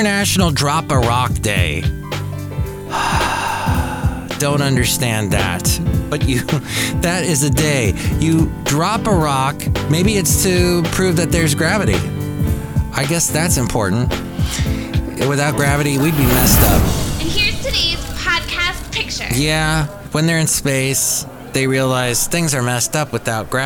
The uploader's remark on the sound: podcasts live from Café Anyway